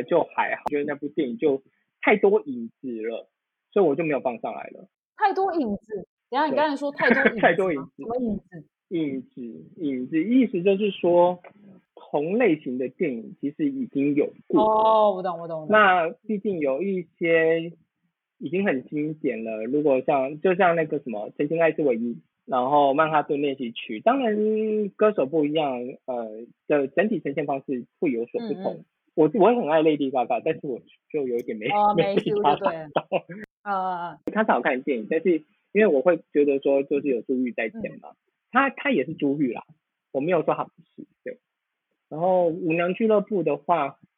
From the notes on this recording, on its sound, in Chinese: 首次搭檔錄音。第一次錄影，音質不好，請見諒！